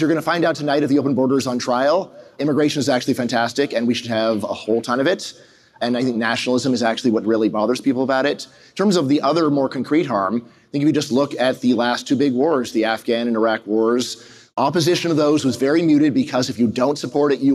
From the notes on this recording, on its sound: This session was recorded at FreedomFest in Memphis, TN, on July 15, 2023